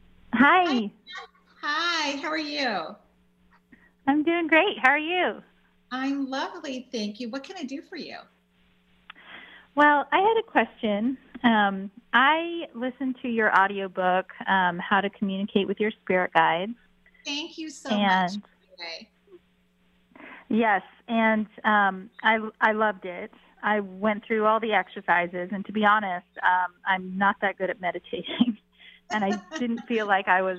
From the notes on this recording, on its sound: call-in show